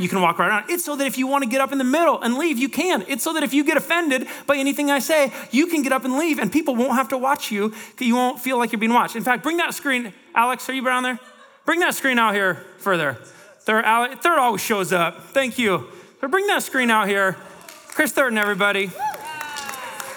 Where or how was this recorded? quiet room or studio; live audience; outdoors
live audience